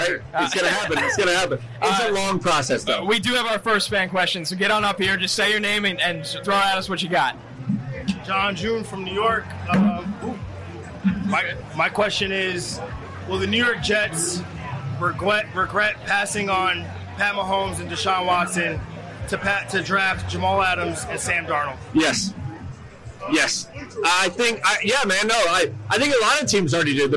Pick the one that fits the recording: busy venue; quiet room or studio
busy venue